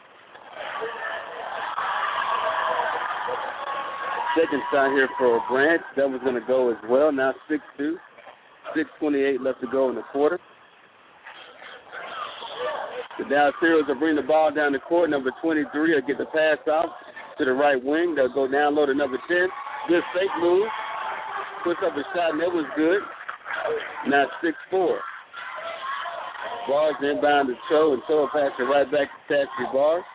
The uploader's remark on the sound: Lady Jets Girls AAU Basketball Broadcast in Orlando, FL. Live broadcast from AAU tourney in Orlando, FL.